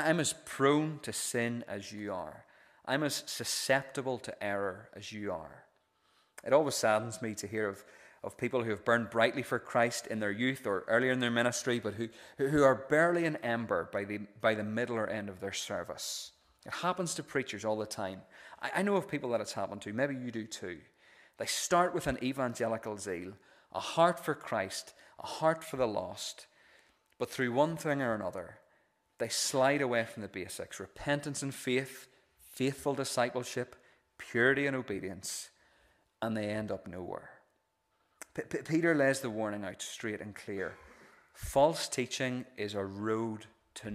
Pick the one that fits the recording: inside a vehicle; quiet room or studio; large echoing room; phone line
large echoing room